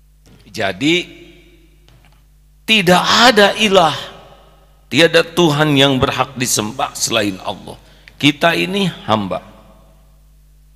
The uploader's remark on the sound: LIVE dari Masjid Daarut Tauhiid Bandung